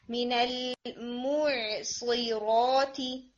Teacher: मु अच्छी तरह से आगे जाके लिप्स को सर्कल करें, आपकी साउंड मो की तरफ नहीं होनी चाहिए, मीनल मु, मुंह की तरफ सामने रिलैक्स रखना है, मीनल मुसीराती, ठीक है.